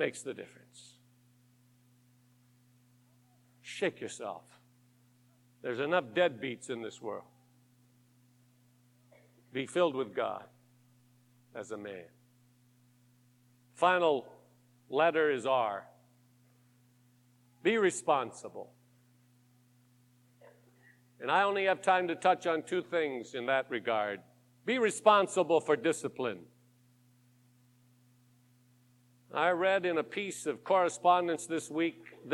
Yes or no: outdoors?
no